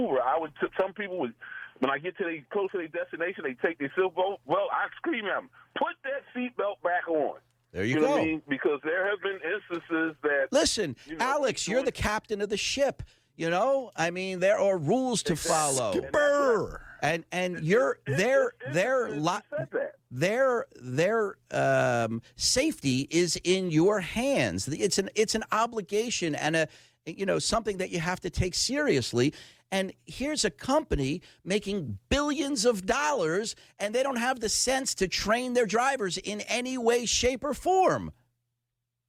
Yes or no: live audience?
no